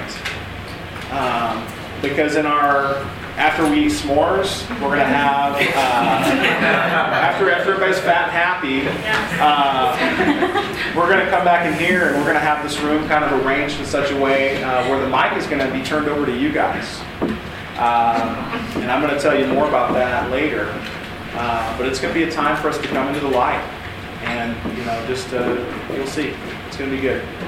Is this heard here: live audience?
yes